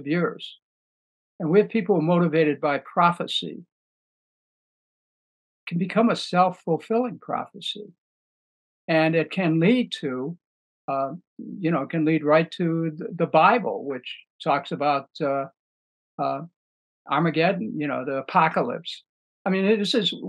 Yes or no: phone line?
no